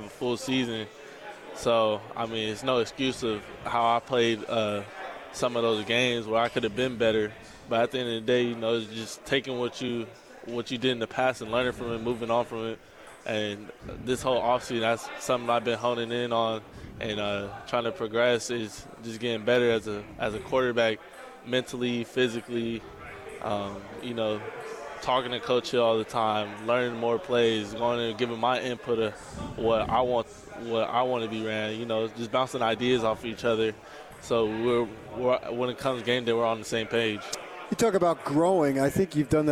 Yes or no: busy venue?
yes